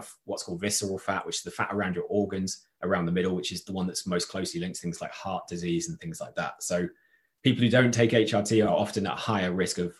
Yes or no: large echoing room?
no